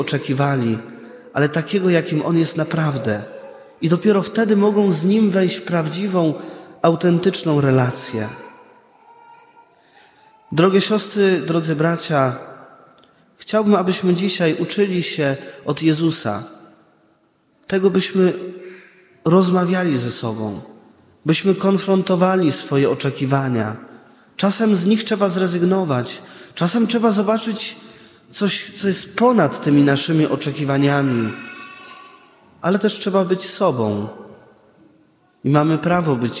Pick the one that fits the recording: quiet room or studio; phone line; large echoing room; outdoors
large echoing room